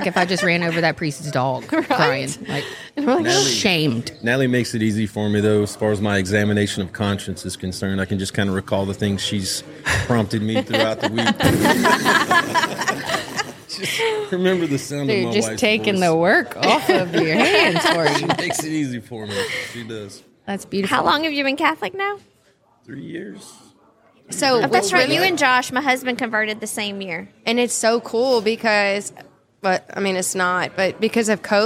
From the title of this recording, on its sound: Live from Steubenville South